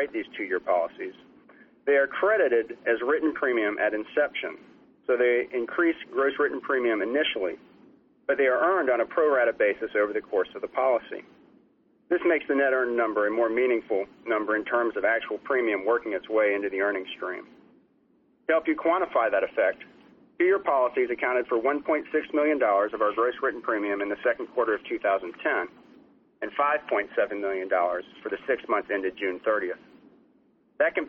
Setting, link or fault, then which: link, phone line